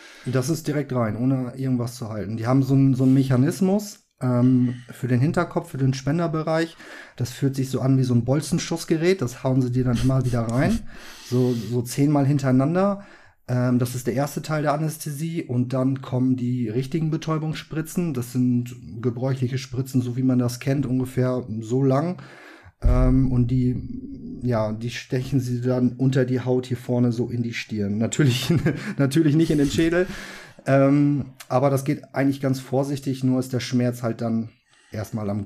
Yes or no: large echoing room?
no